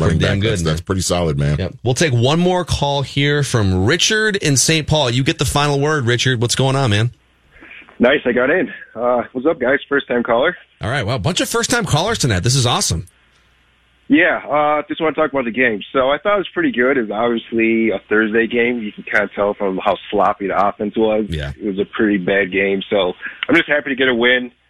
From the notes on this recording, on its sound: Take your phone calls.